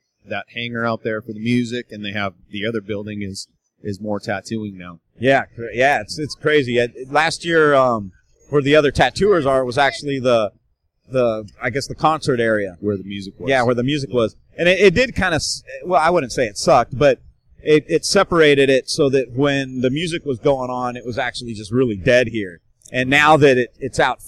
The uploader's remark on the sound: joins me from Musink Tattoo festival